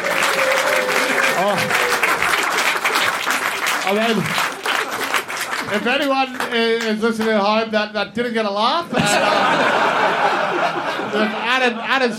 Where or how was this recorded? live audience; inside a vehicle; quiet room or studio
live audience